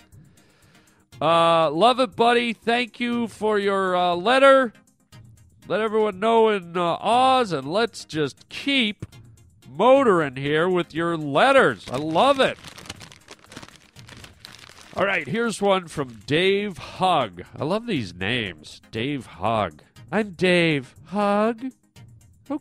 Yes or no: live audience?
no